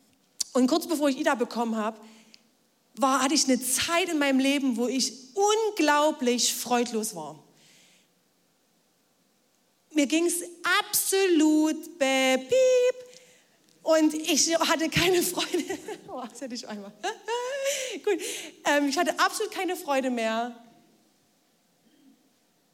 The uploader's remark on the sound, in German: Audiomitschnitt der Predigt